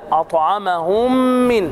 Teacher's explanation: مع الغنة بمقدار حركتين